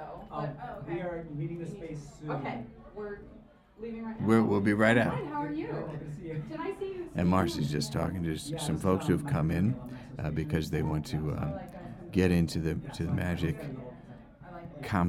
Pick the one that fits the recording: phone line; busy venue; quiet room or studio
busy venue